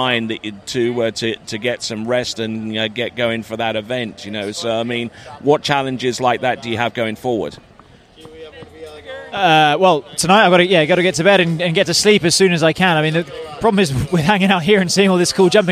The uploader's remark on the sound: was recorded just before the end of the Men’s Jump Final at the King of Darkness event.